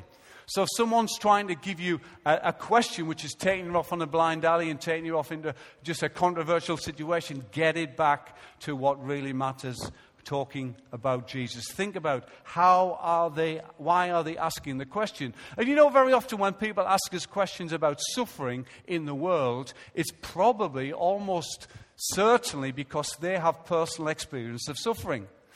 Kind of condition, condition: setting, large echoing room